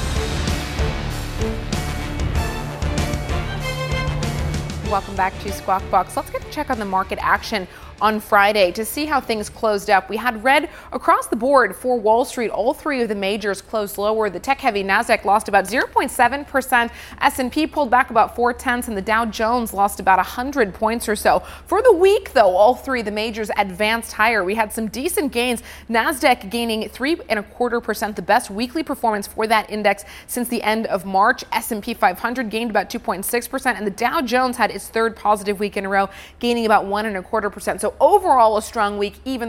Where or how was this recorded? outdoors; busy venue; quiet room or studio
busy venue